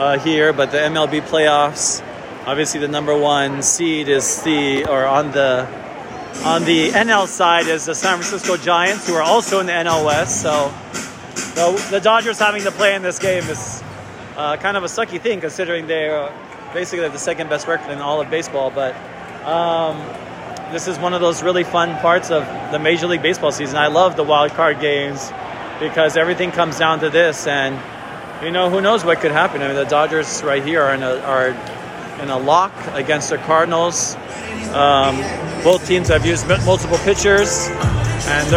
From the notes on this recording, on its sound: LIVE from the NL Wild Card Game. Seventh inning stretch time here at Chavez Ravine as the MLB #postseason kicks off in the National League.